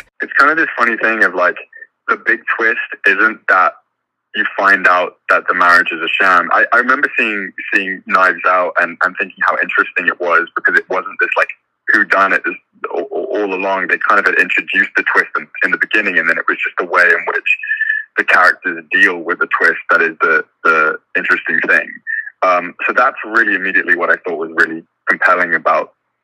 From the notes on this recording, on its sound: This interview was done over the phone